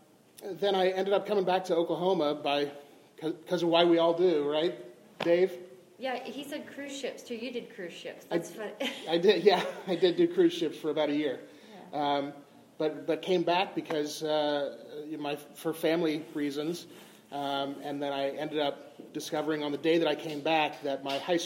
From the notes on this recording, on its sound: In this live recorded episode